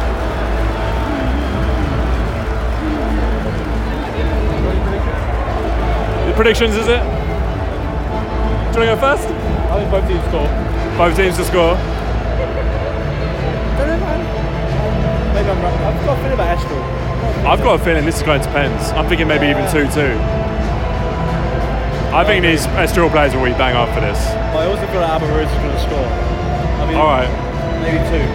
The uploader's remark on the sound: Allianz Cup Final LIVE from Portugal! On this audio diary podcast from a weekend in Portugal, we take you with us to the final of the Taça da Liga between Braga & Estoril. Amazing atmosphere.